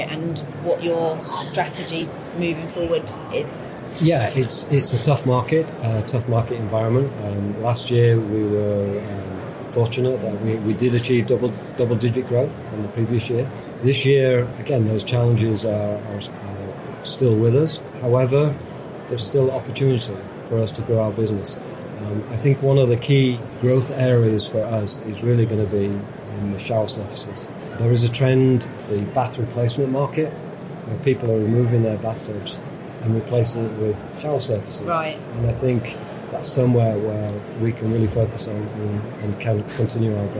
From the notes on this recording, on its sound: To round off Season Seven, we're off to Germany. Frankfurt to be precise as last week saw the return of ISH, the huuuuge bathroom exhibition. We'll be catching up with her live at the show.